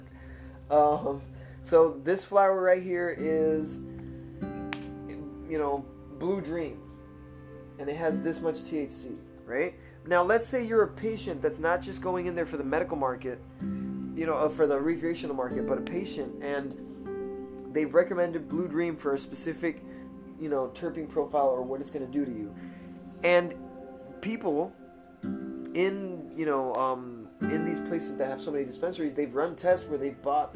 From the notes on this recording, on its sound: it is his phone that I'm using to record it